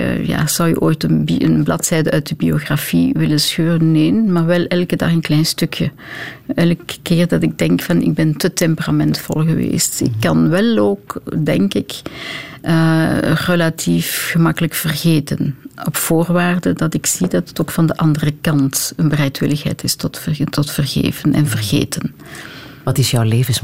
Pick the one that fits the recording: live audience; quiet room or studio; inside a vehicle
quiet room or studio